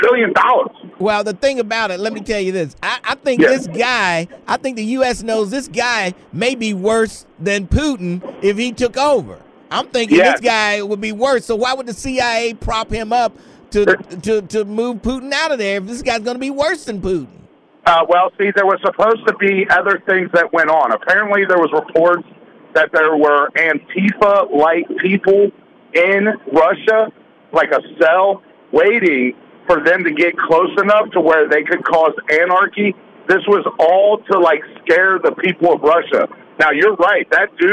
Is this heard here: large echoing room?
no